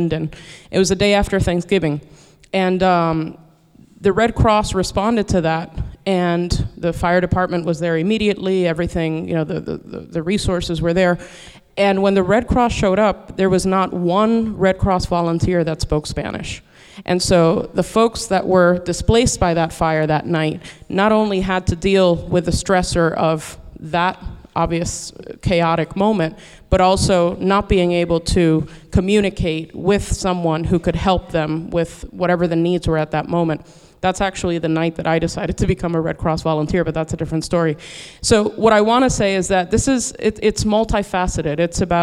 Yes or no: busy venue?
yes